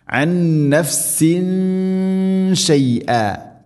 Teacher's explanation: തൻവീന് ശേഷം ഷീന് ഇഖ്ഫാ ബിഗുന്ന, അവ്യക്തമാക്കി മണിക്കണം